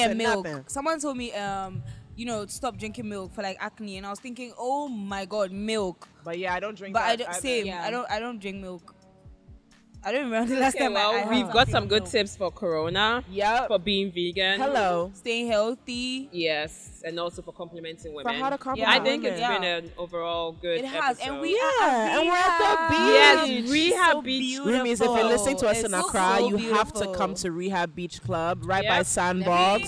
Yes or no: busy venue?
yes